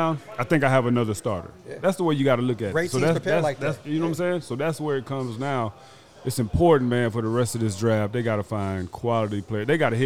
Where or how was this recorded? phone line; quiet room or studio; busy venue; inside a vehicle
busy venue